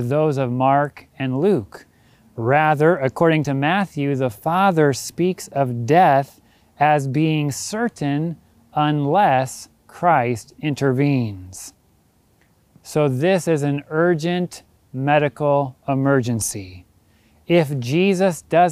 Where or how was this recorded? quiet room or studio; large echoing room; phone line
large echoing room